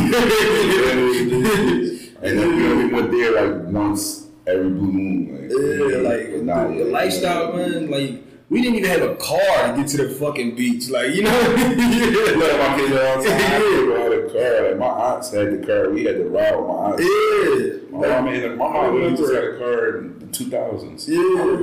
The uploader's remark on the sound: For the audio quality issues. We ran into some technicals errors this week, but didn’t want to leave you without an episode.